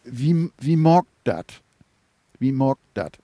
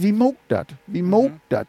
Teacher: das ist noch nicht mal ein richtiges O, sondern das ist sogar so ein Diphthong, der geht von O nach U. · Shown in: second take